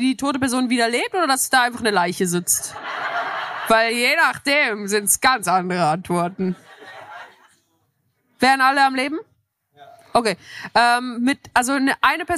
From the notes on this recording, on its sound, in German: Live in Köln. Beim Hear&Now-Podcastfestival in Köln vor rund 700 Zuschauer:innen.